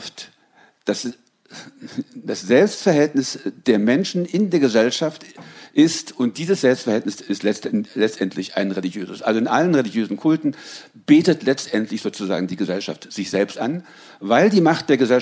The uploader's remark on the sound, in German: Das Podium wird wiedergegeben; Fragen aus dem Publikum sind in ihren zentralen Inhalten nachgesprochen.